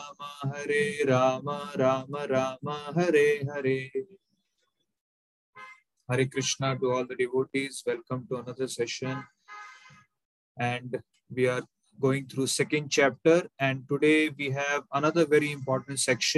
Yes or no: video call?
yes